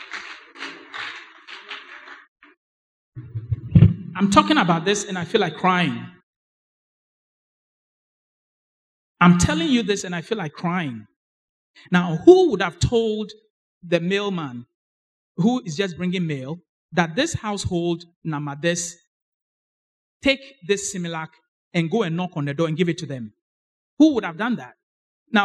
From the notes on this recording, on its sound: Sermon preached at CBC Adabraka Campus